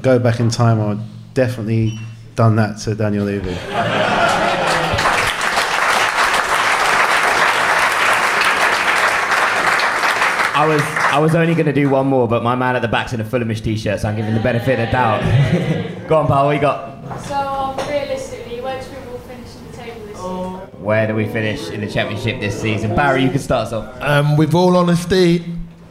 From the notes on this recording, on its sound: Welcome to Fulhamish's first ever live podcast, recorded in the Old Suffolk Punch in front of a sold out audience!